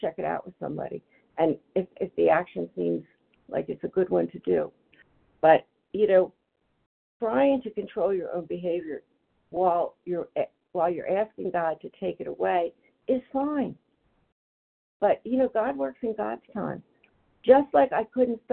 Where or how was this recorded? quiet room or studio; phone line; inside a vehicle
phone line